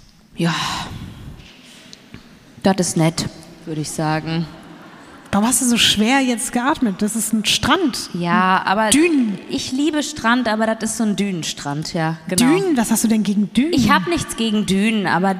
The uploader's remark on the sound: LIVE in Berlin